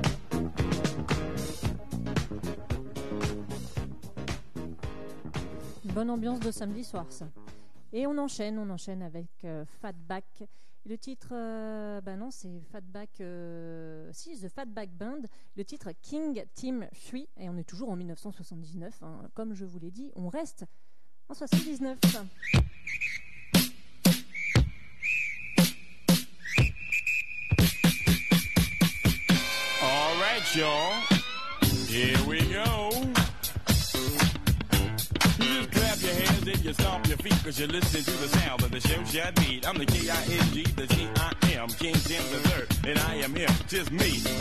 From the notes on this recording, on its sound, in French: En direct du Temps Machine (37) dans le cadre de l’évènement « les weekends hip hop » organisé dans 4 villes de France.